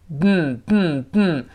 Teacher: 这个舌尖顶住上牙膛，舌尖儿没有爆破出来，这个爆破你发现发生在鼻子里 · Term: 鼻腔爆破